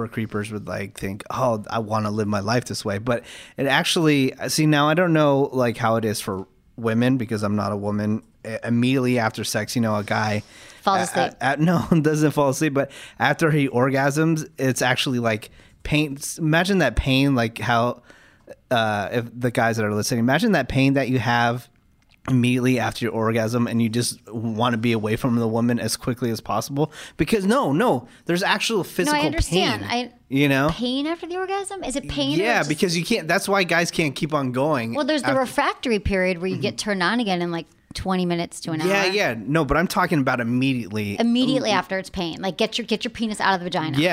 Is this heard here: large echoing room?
no